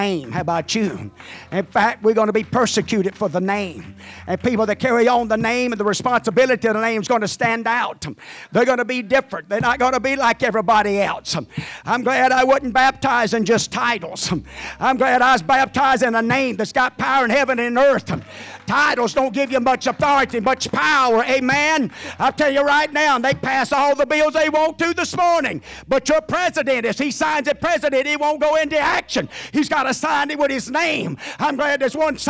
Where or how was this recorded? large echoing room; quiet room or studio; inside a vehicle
large echoing room